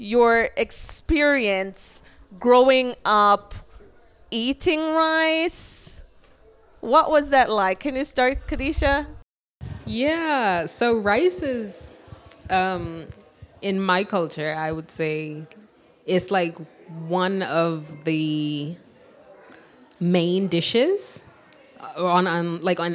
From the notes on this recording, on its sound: Undisciplined Live. We recorded at Art Ventures in Fayetteville.